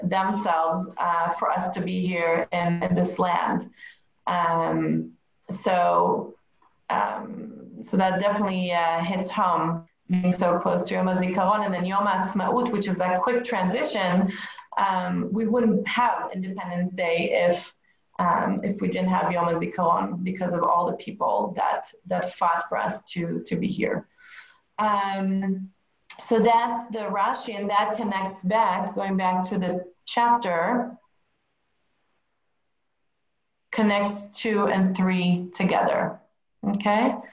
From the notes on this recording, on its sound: Zoom Class.